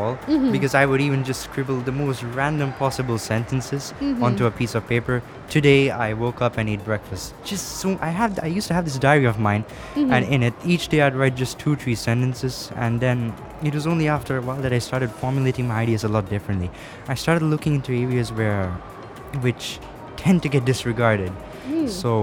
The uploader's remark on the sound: Live from SIBF 2022